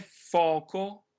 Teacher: La seconda O è un pochino più chiusa della prima